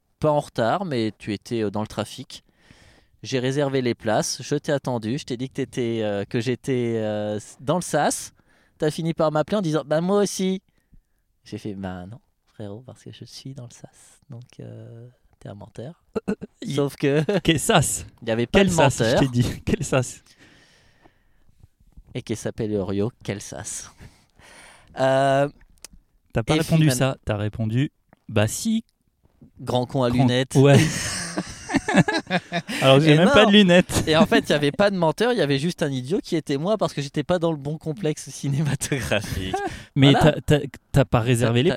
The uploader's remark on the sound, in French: L’autre jour on est allé au ciné voir les 45 premières minutes de Super Mario Bros et on a enregistré sur le parking dans la Clio.